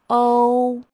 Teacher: 双唇由微开到全拢，产生复合音